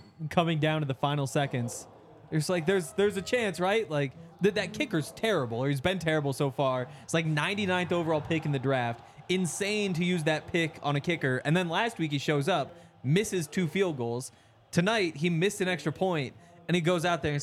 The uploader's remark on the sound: coming to you LIVE from the DNVR Bar